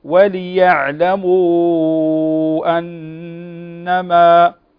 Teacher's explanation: هنا مد جائز منفصل يمد أربع أو خمس حركات لحفص من طريق الشاطبية